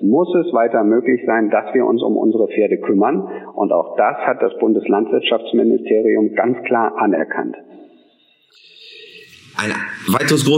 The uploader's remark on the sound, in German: Im Telefoninterview